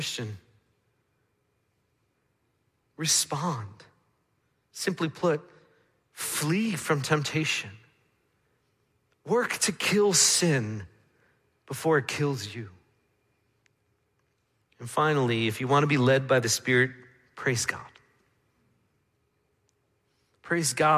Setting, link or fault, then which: setting, large echoing room